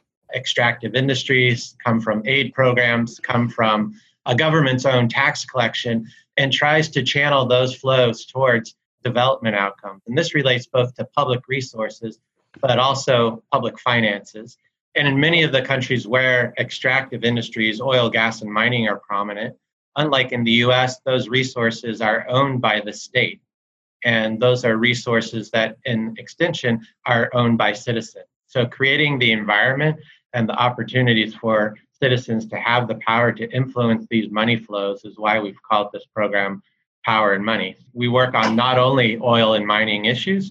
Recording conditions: video call